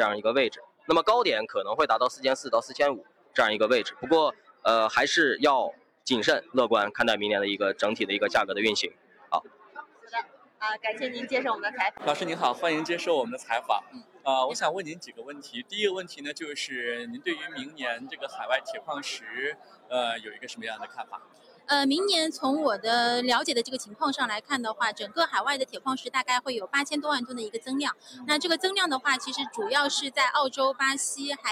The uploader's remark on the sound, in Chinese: 今天是我的钢铁网的年会的同期会议专场，今天的会议现场宾客满满。下面来看看我们前线的记者发来的现场专场。